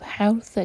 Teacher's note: را ہیوی ہوگا اور ہا حلق سے، اور ث یہاں پہ سین کی آواز نہیں آنی چاہیے.